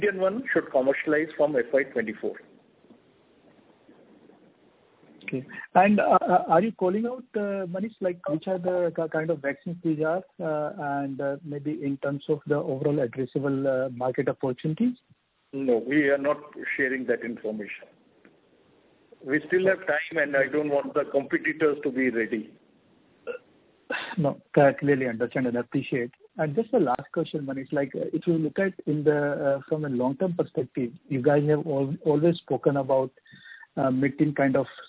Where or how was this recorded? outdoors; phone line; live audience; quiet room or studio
phone line